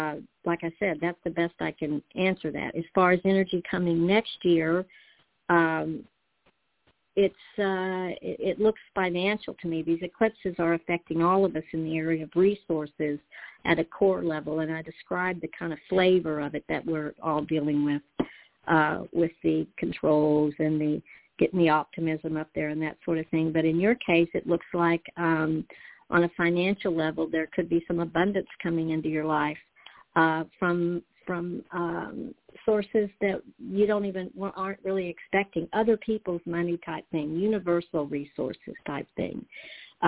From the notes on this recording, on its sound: in response to callers' questions